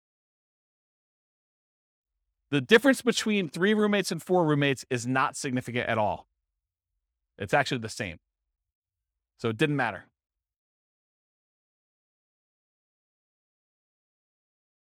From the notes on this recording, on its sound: This was a live class recorded.